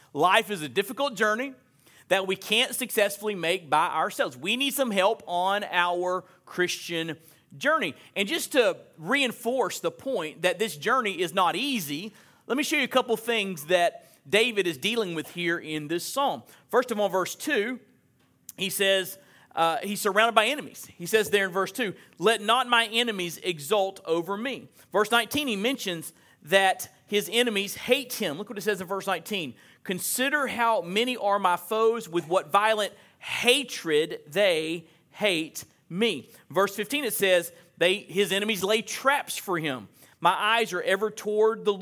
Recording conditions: live audience